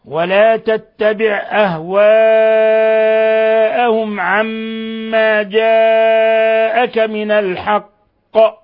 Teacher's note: أهواءهم مد متصل، وعندنا ميم ساكنة جاء بعدها العين الحكم التجويدي إظهار شفوي. ولا تتبع أهواءهم عما جاءك من الحق، عما حرف ميم مشدد، ميم مشددة حرف غنة مشدد يغن مقدار حركتين، عما بعدين جاءك مد متصل ومد من 4 إلى 5 حركات من الحق.